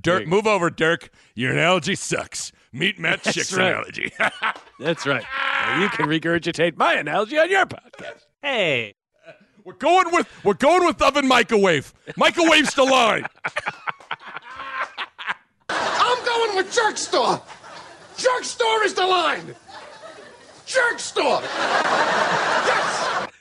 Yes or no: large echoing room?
no